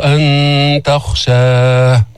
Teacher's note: فخم الخاء ولا تفخم التاء